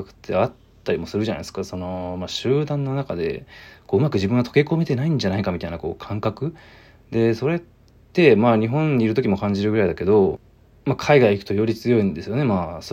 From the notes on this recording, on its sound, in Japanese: From Radiotalk。ボイスメモです。